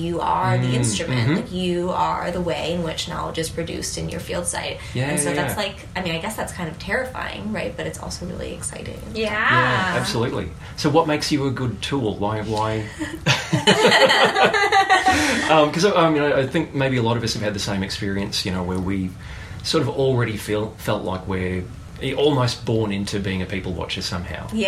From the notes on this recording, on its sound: Recorded at the 2017 American Anthropological Association meeting in Washington, DC. Amidst the academics scrambling between seminars.